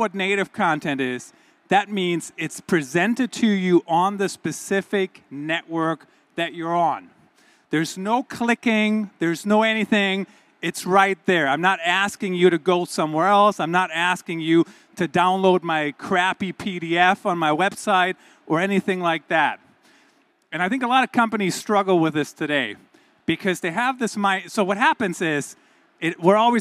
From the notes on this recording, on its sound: This is the audio from my keynote in Malaga, Spain, at the Digital Enterprise Show 2022.